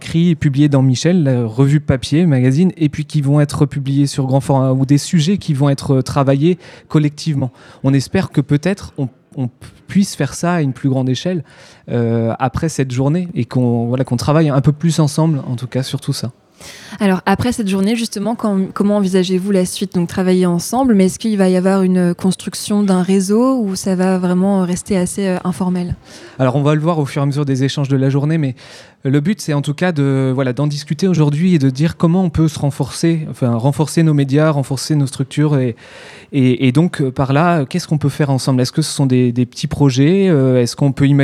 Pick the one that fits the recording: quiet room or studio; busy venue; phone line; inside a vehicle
busy venue